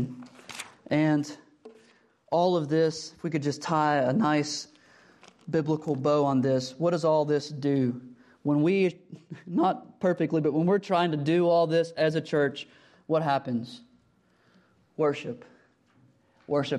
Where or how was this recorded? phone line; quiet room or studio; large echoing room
large echoing room